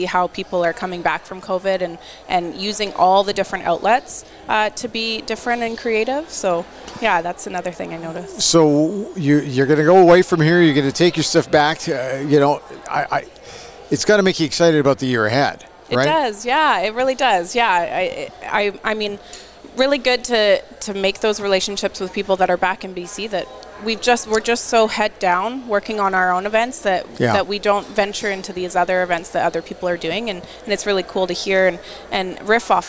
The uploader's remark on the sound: This podcast episode was recorded live at GO WEST® 23 and produced by Road 55 .